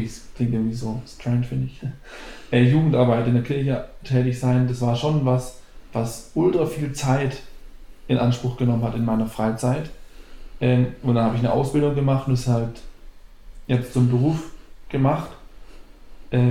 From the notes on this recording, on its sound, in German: SORRY FÜR DIE SCHLECHTE SOUNDQUALITÄT. Nicht aufgefallen dass er das falsche Mikro zum aufnehmen genommen hat.